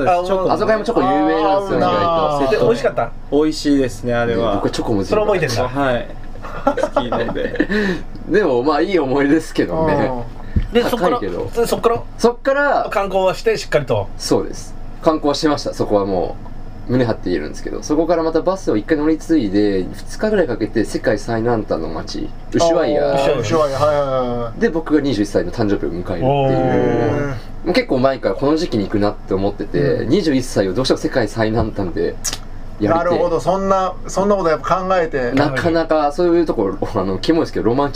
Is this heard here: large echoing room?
no